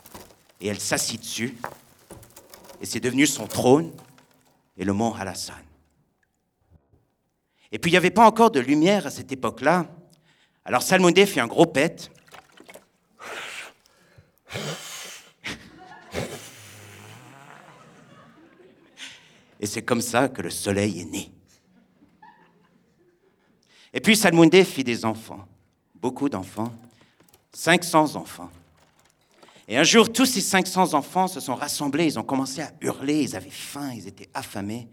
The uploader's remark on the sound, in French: Raconté sur scène le 22 octobre 2016 au Radio_Live de Magnéto